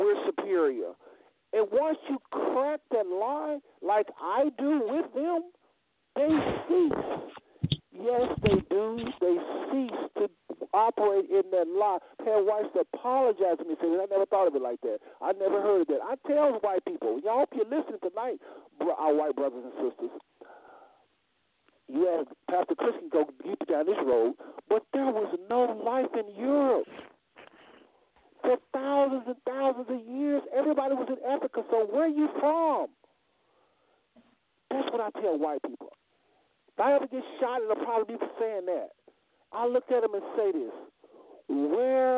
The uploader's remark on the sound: Our callers will also weigh in to this respectful Q&A session.